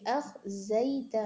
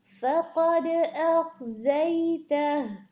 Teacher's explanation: ربنا إنك من تدخل النار فقد أخزيته فقد فقد قاف هيفي دال پر قلقلة أخ همزة صاف لكن خا پر هيفي ہوگا اور زا میں بزنگ ساؤنڈ بھی کلیئر